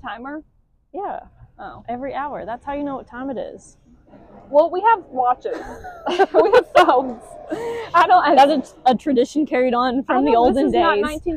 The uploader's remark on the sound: Sorry not sorry for the sound on this one. We have a problem with keeping our hands off the mics.